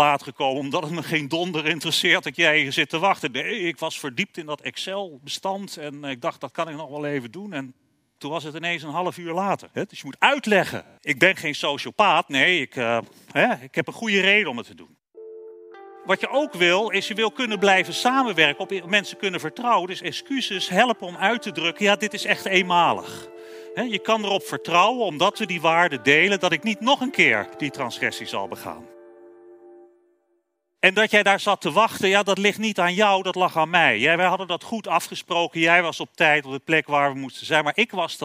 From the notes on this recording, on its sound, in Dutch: live vanaf het Betweter Festival van de Universiteit Utrecht